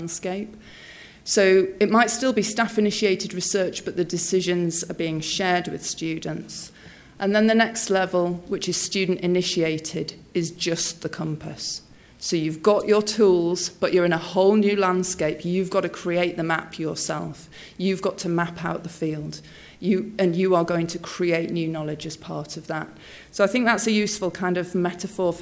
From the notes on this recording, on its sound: speaks at SRHE Newer and Early Career Researchers Conference 2016